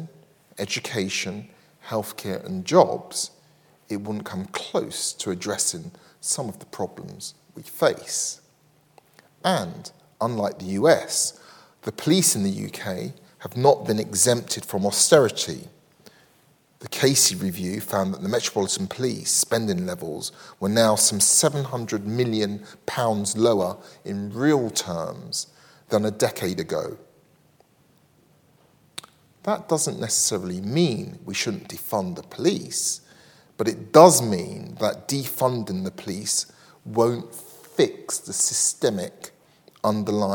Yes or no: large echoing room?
yes